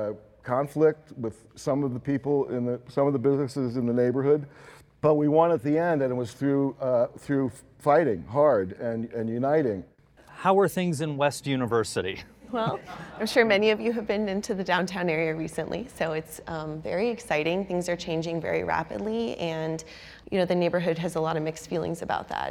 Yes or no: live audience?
yes